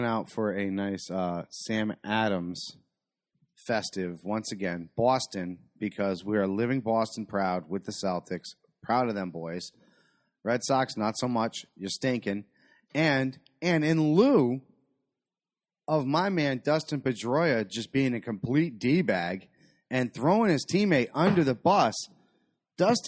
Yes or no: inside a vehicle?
no